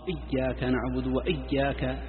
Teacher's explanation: يعني المبالغة في الياء يعني تشدد حتى تكون حرف شديد، إياك كما تسمعهم بعض الحفاظ، إياك نعبد وإياك، هذا صار حرف شديد. · Term: تمطيط المشدد